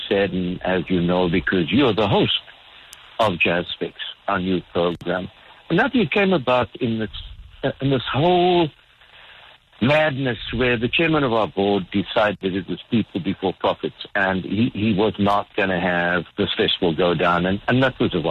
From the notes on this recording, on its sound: joined on the line